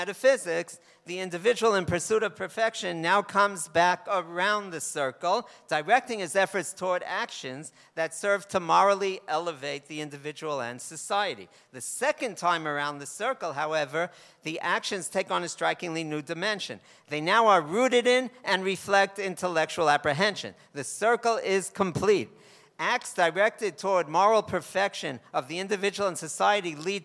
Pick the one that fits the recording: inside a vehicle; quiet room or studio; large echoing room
large echoing room